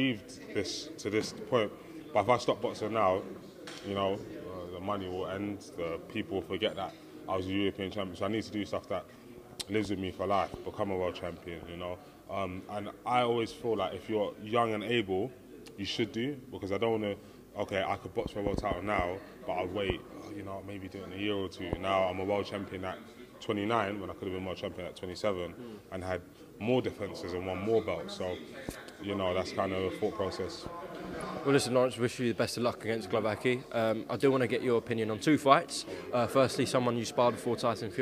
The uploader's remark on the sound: FULL PRESS CONFERENCE | Los Angeles.